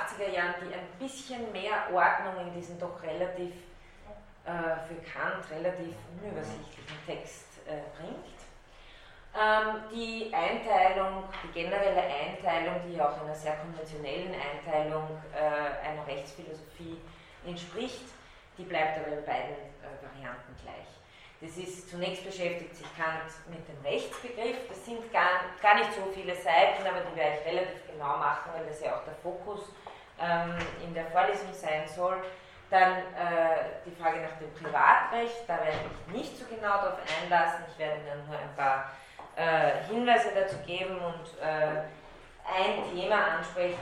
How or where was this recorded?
large echoing room